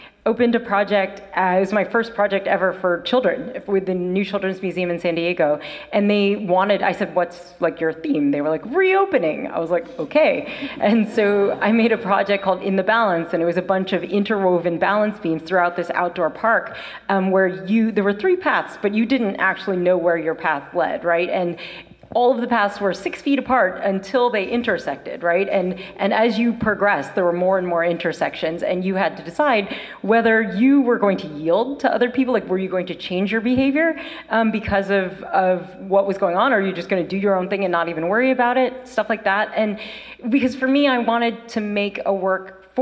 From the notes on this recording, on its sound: Includes questions from the audience. The audio was recorded live, and we recommend NOT using headphones or earphones for this episode due to a few rare audio issues that are sprinkled through the recording.